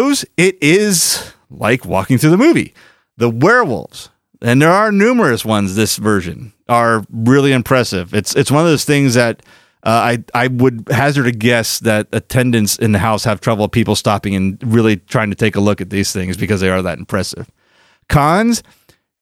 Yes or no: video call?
no